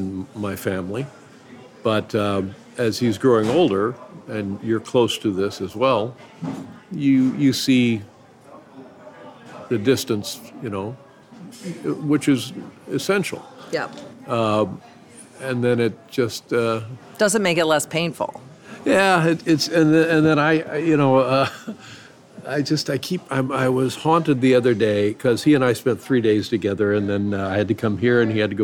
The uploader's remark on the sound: This conversation was recorded at Canter's (a famous 24-hour Deli in Los Angeles) right before the world shut down.